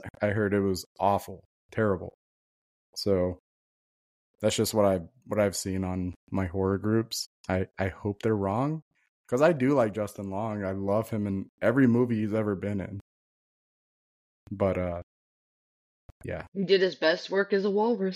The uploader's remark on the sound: we apologize for all of the technical difficulties